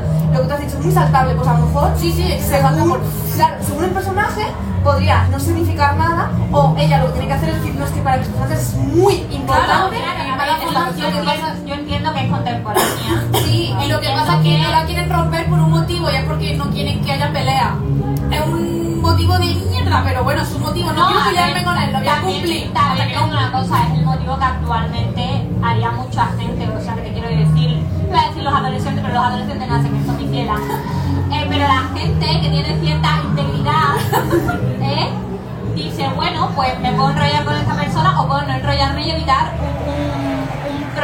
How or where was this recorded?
live audience